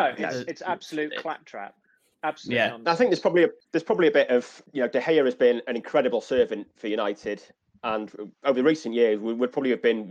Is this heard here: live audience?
no